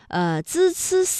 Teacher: 舌尖是平伸的，是抵住上齿背或者是下齿背，控制舌尖不要抬起 · Term: 平舌音